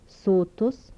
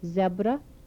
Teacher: Dental fricatives without palatalization.